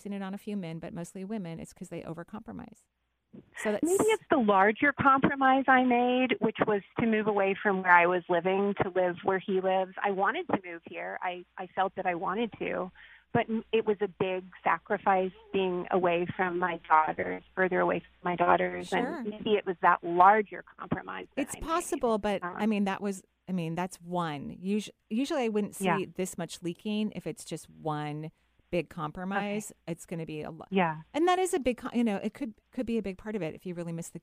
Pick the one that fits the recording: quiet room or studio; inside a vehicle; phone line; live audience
phone line